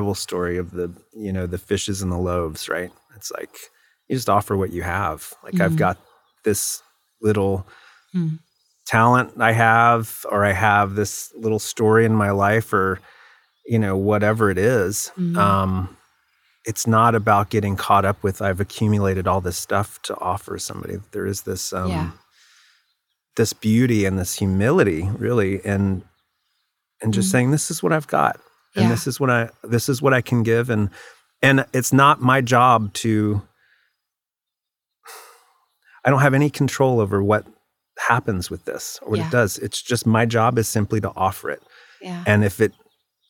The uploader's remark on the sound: met in her backyard to record this episode